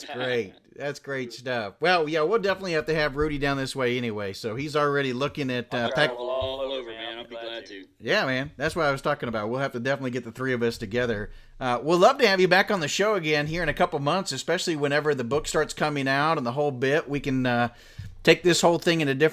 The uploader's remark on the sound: it is unfortunate that it contains an echo